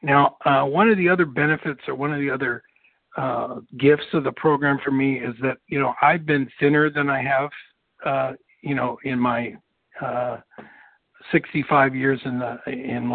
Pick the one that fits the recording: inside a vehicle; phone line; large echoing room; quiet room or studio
phone line